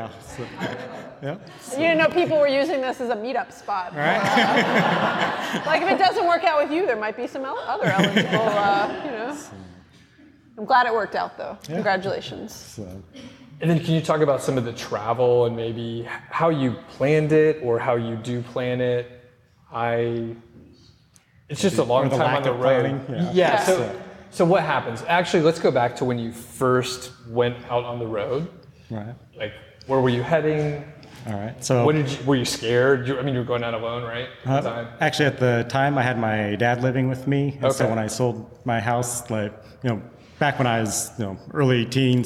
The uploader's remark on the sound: Live from CampFi Southeast. We did mini-interviews with a number of CampFi Southeast attendees.